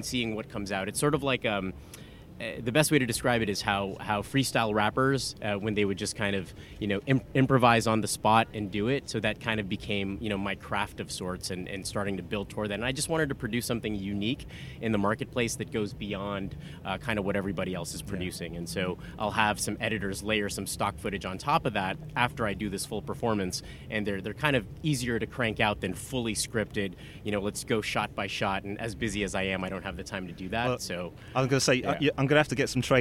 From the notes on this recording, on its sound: This first of three episodes recorded at the Cannes Lions International Festival of Creativity 2018.